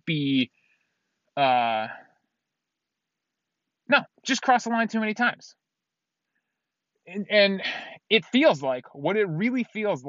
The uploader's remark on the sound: recorded in my car after work